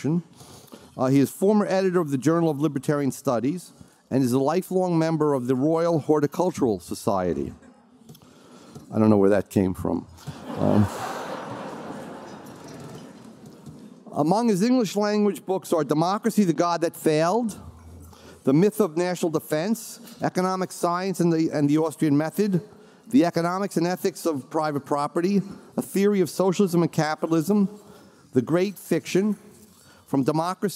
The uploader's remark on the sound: Keynote speech, Mises Institute 35th Anniversary Gala